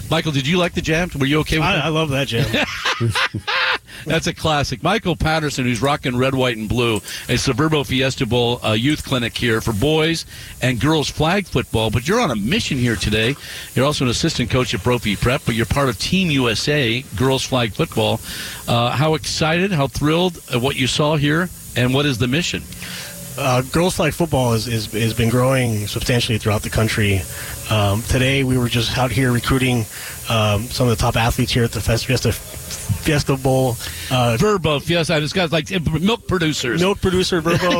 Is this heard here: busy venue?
yes